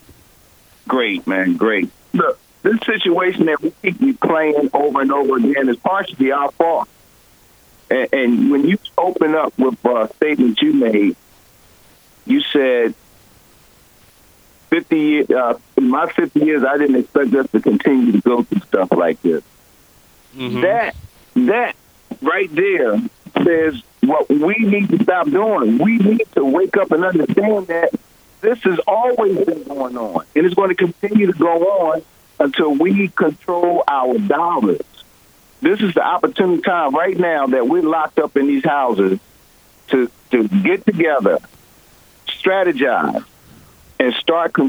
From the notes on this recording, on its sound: WURD listeners call in to add their reactions as well.